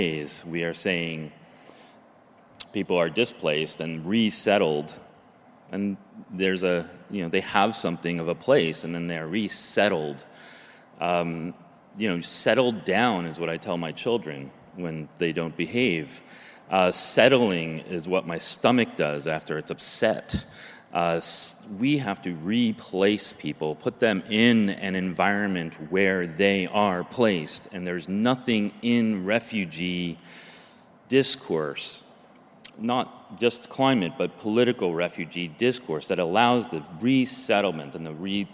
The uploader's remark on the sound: from the 'Environmental Justice 2017' Conference, held at the University of Sydney